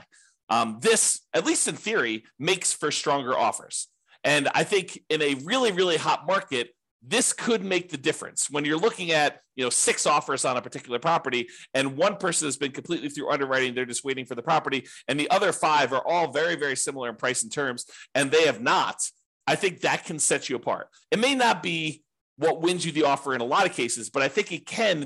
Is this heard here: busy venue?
no